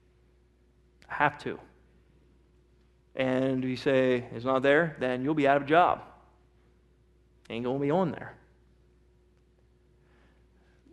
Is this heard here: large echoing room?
yes